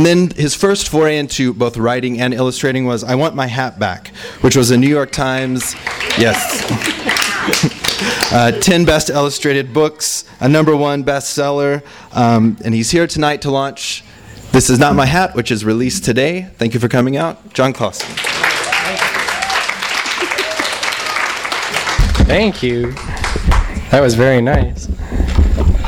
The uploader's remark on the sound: THIS EVENT WAS RECORDED LIVE AT SKYLIGHT BOOKS